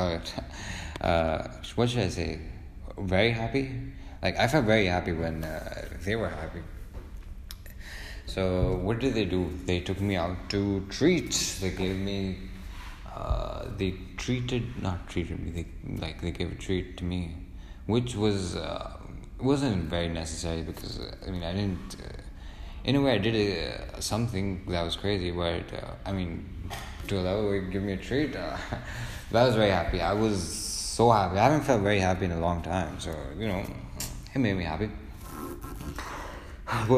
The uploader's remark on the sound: I performed a RAP song live in front of hundreds of people.